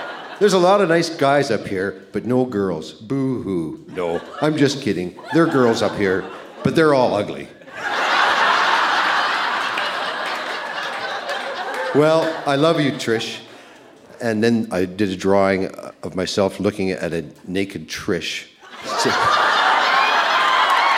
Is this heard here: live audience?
yes